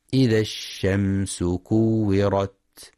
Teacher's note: ينتبه القارئ في كلمة الشمس لرخاوة الشين وهمسها